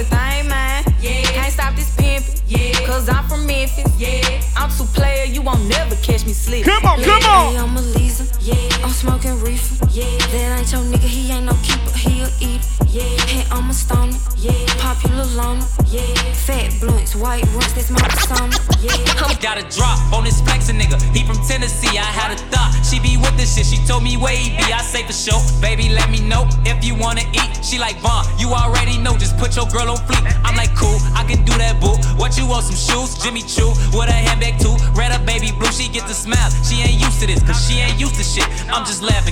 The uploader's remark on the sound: Live Audio From Cups N Convos Game night inside Polygon BK.